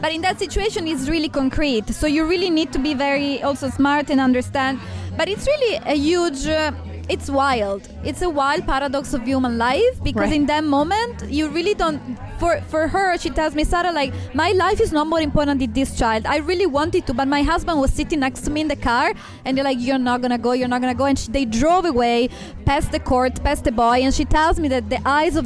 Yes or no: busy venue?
yes